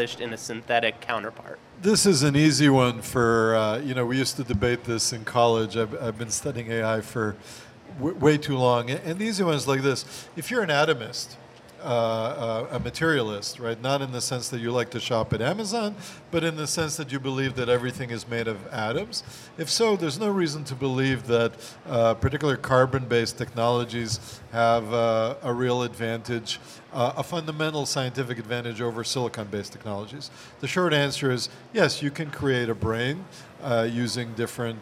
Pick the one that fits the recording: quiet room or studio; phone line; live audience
live audience